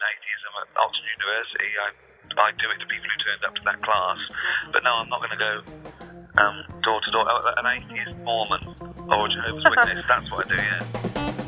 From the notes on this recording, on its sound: They spoke by phone a few years back. From England. Cassette recorder.